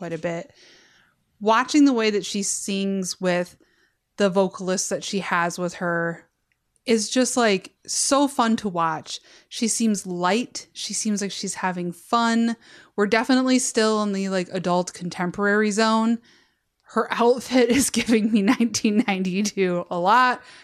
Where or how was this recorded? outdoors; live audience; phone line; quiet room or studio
quiet room or studio